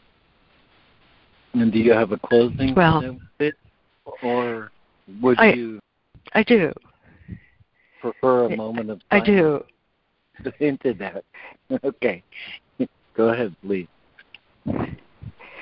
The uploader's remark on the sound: ACIM Daily Conference Call